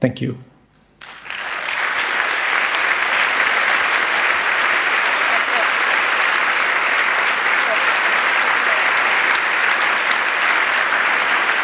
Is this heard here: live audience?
yes